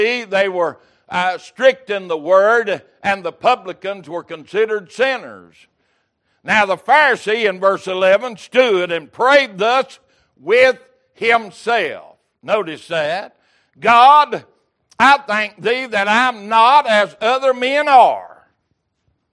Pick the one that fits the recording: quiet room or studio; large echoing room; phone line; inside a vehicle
large echoing room